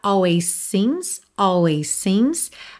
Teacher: Always termina em S, seems começa em S. Você pode juntar num S só, tá?